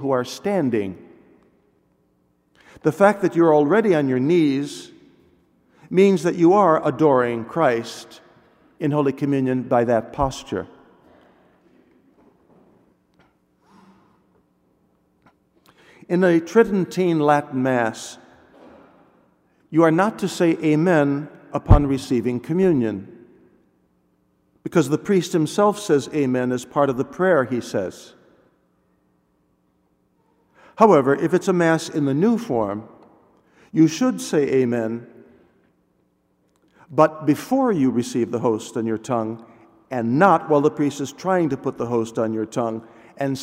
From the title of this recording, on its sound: delivered at all Masses